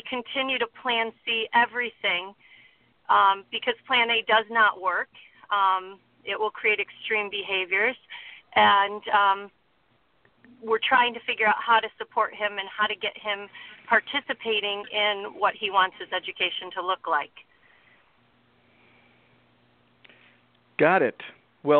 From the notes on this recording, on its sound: Along with a phone call with a mom who needed some help with Plan B.